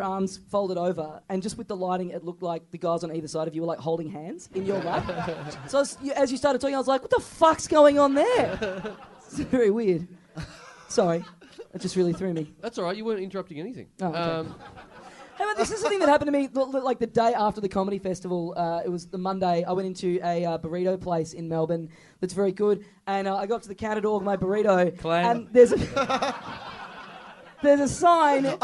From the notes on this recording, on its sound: Recorded LIVE at the Sydney Comedy Festival, April 27, 2013.